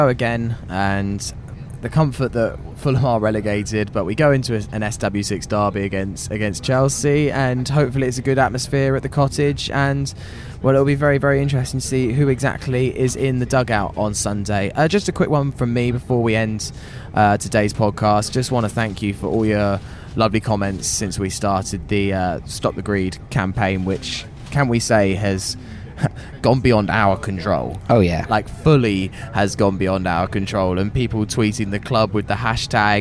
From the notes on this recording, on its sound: Recorded on the train back from the South Coast.